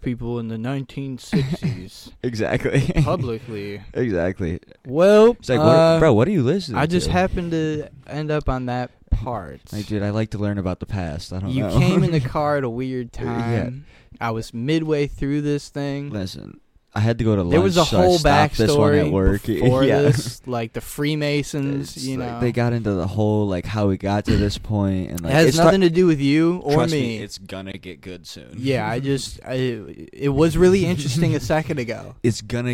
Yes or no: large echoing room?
no